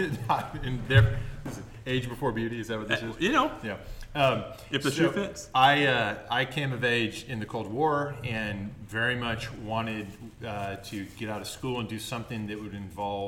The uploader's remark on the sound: We recorded today before a live audience in Austin! Austin Hall, that is, on the campus of Harvard Law School!